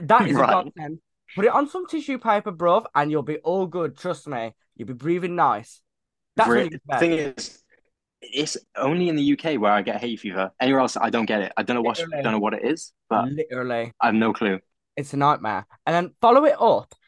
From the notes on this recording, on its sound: when we got off the Zoom call - Zoom which had both plagued us a lot that day